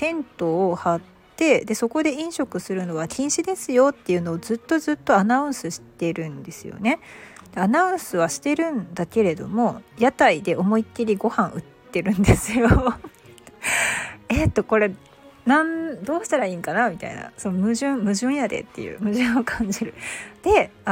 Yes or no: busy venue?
no